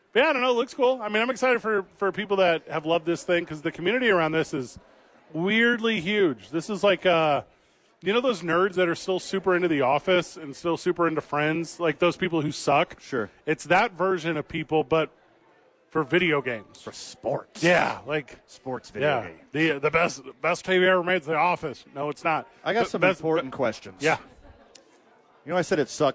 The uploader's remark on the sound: live from Sadies